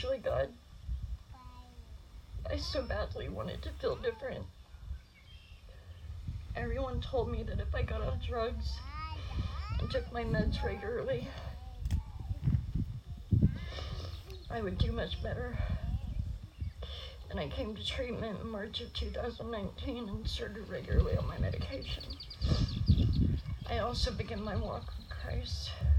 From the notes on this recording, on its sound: Church at the pond - Baptism.